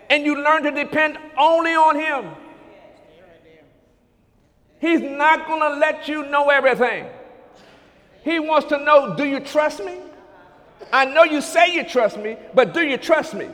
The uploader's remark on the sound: During Sunday morning service on May 21, 2017